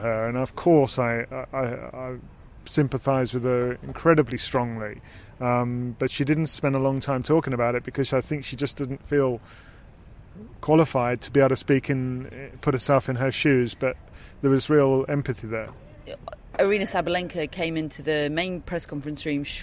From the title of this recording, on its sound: Live from Wimbledon - Media Day